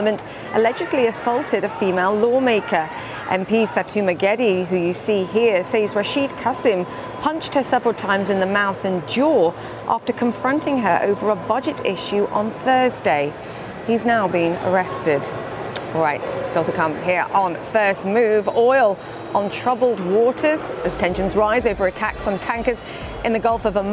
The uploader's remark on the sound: live from the New York Stock Exchange.